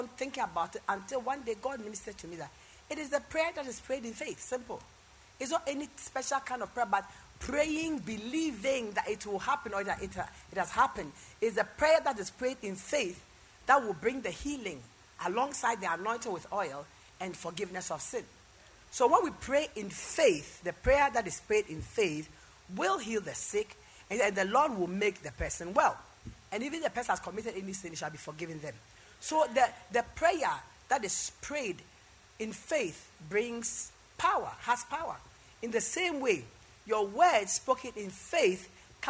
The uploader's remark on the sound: PREACHED AT THE LIBERTY SANCTUARY OF THE LORDS GARDEN MINISTRIES